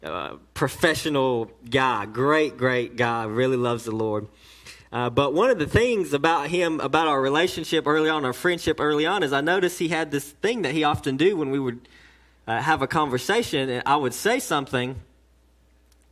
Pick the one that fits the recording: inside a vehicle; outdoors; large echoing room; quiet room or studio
large echoing room